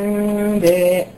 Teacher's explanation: يعني الحقيقه ده حكم يعني تم الاتفاق خلاص مؤخرا على ان هو المفروض ان النون بعدها حرف الباء بتبقى ميم ساكنه، ولكن بتلامس ما بيبقاش كذا على الشفتين، مش بالآن بتضغطي على الـ على الـ على حرف الميم، لا، هي بتبقى بتلامس شفايفك، بتبقى متلامسه بعضها بخفه شديده جدا حتى تسمحي بالغنه انها توصل للخرشوم، تبقى انباء. · Term: حكم الإقلاب